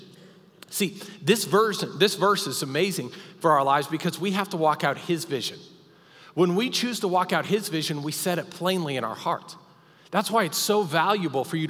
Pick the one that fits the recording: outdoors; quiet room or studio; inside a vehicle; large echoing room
large echoing room